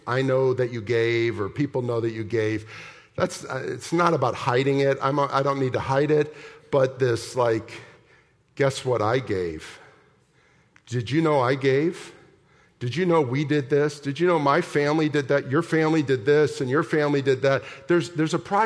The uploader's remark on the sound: at the October 22, 2023 Sunday morning services of Boca Raton Community Church in Boca Raton, Florida.